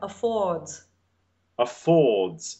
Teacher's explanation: Open O, law, L-A-W there, is long.